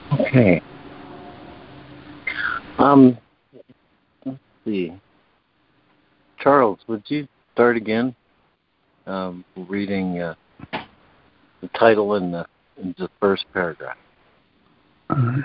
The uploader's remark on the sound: ACIM Daily Conference Call